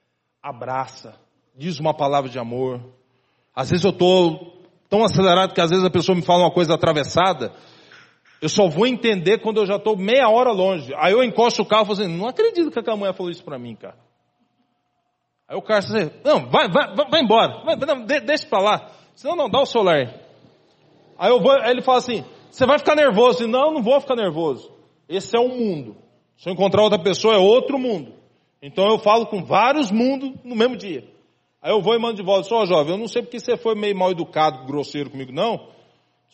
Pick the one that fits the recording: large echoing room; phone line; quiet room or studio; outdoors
large echoing room